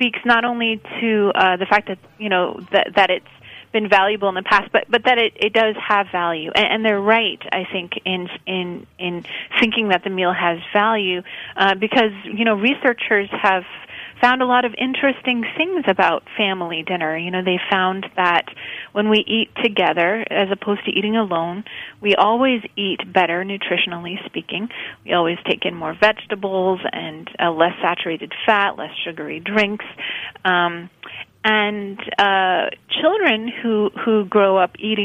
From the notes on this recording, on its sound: via phone